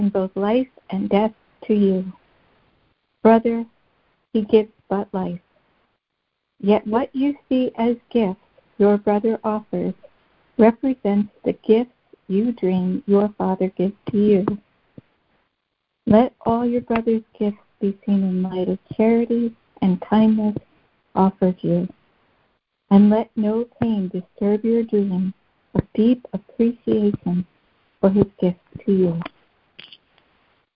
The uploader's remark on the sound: ACIM Daily Conference Call